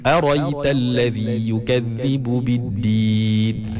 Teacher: Okey, dan yang terakhir, yang keempat, bacaan Imam Al-Kisa'i, dia membuang hamzah tu. Hamzah yang lepas ra tu dia buang. · Term: hadaf